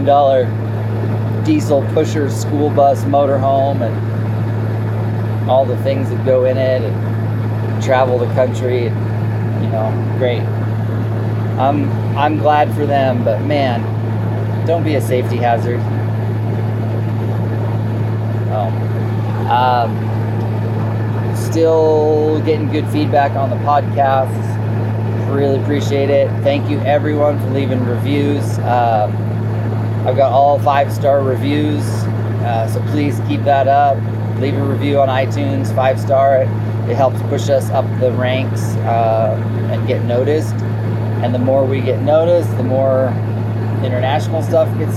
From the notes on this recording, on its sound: From the Road. While driving back home.